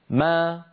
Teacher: فبتباعد الشفتين خرجت الميم وبتباعد الفكين خرجت فتحتها